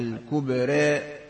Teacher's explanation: وكذلك الراء لزوما ترقق عندما تكون مع الإمال، لأنه لا يمكن أن يجتمع تفخيم الراء مع ترقيق ما بعدها، فيقال بدل الراء في حق لا يوجد موجب لترقيقها إلا الإمال التي بعدها الكبرى نعم.